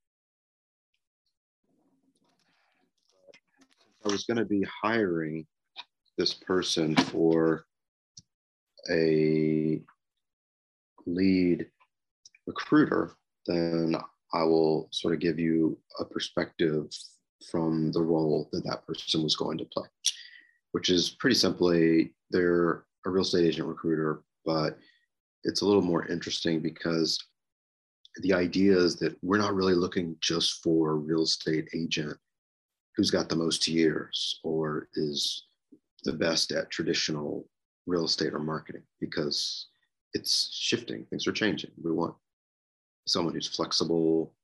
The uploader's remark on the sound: Warning: This audio is not great. I neglected to hit record on the mic so I'm stuck with the computer audio.